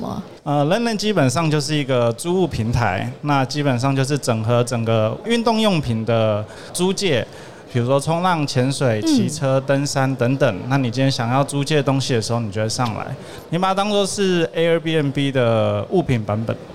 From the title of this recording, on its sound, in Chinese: 2022 Taipei Cycle台北國際自行車展-Live Podcast